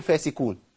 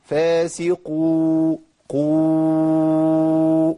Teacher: القاف المضمومة هي قاف، لا تبدل بكاف · Shown in: second take · الأسهل أن أقول فاسكون، لكن الصح أن أقول فاسقو قو وصف الواو من الغنة، وقولش فاسقون.